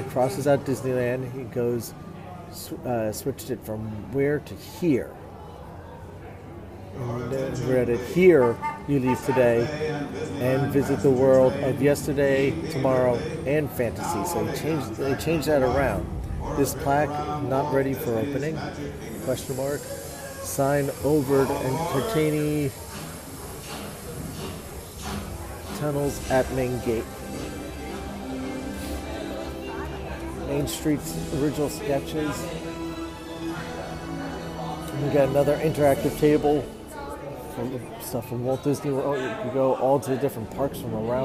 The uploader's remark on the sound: Disney 100 Exhibition Live Walkthrough